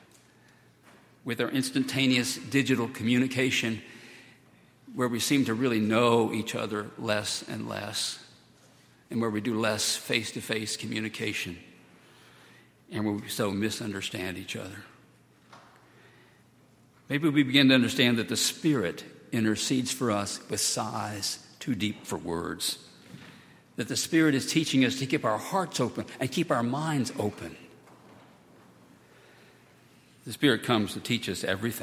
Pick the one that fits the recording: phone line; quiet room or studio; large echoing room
large echoing room